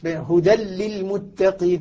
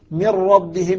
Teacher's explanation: كلهم يدغمون في اللام والراء بلا غنة